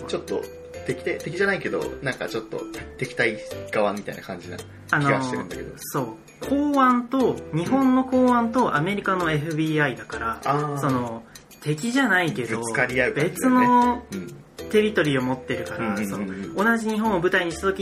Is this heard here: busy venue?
no